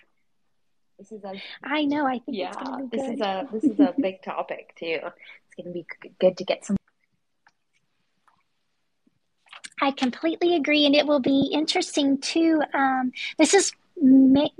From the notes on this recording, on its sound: This episode is the recording of a Twitter space held on the MetaJungle Twitter on February 18, 2022.